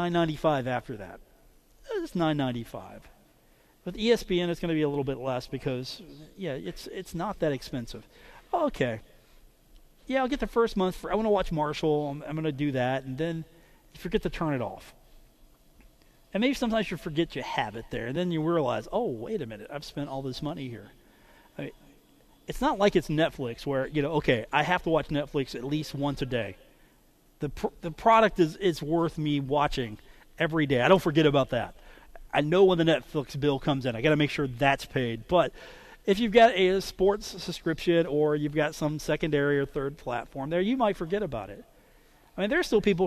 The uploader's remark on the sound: today from The Union Pub and Grill in Huntington